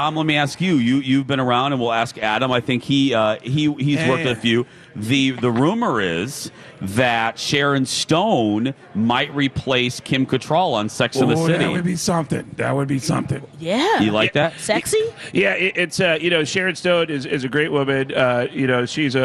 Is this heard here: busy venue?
yes